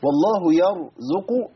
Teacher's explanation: الراء عندي مفخمة والزاي مرققة والقاف مفخمة